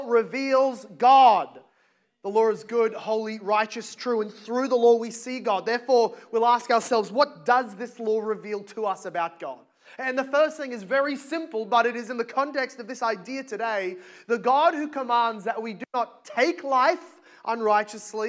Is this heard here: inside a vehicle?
no